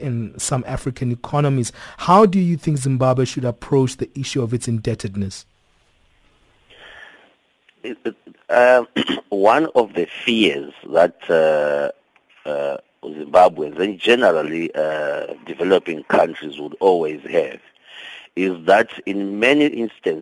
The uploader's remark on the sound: we are now on the line joined